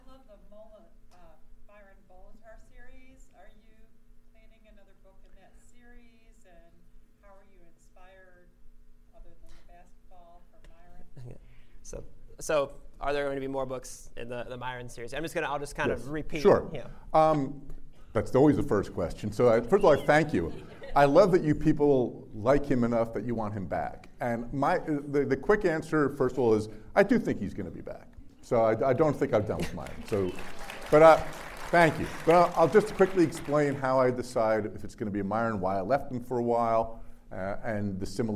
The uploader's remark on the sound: A live interview in front of a sold out crowd of 400 readers at their home away from home, Cuyahoga County Public Library.